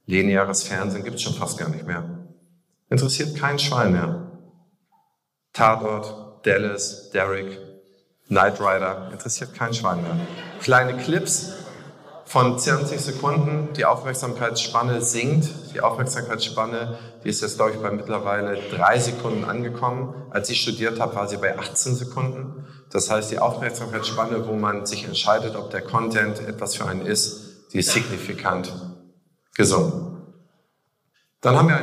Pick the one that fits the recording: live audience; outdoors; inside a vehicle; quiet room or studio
live audience